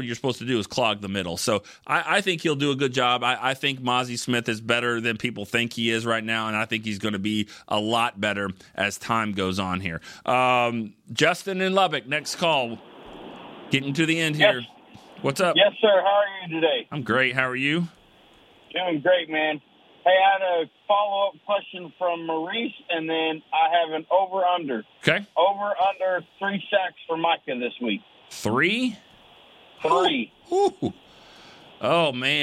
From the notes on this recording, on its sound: The phone lines were flooded as the fans are gearing up with their final thoughts and predictions.